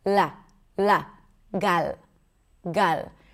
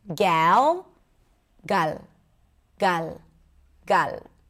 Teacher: However, in Hebrew, we don't have that. It's a very simple, clear L where you bring the tip of the tongue up and that's about it.